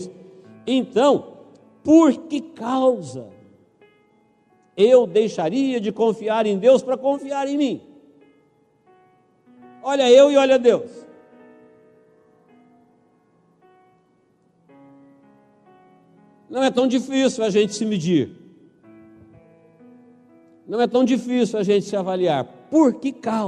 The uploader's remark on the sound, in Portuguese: Igreja Evangélica Manancial de Águas Vivas - Araçatuba - Rua XV de Novembro, 847. Esta mensagem foi gravada ao vivo quando ministrada na Igreja Evangélica Manancial.